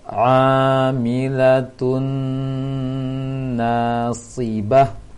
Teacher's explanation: ta marbutah di ujung dirubah menjadi ha besar, ha bulat